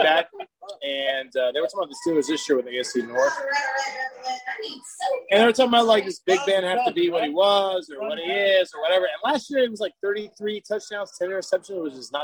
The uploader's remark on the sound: Live from The Red Balloon